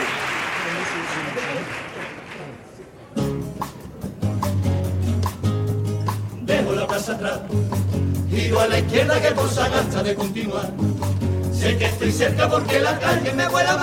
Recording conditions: live audience